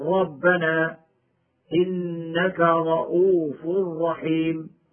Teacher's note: فإن كانت الراء مفتوحة أو مضمومة وجب تفخيمها